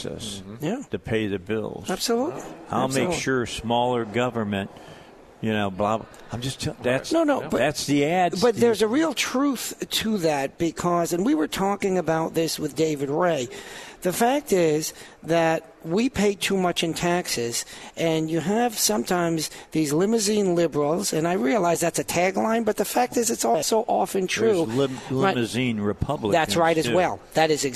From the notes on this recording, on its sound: Live at the State Capitol for Filing Day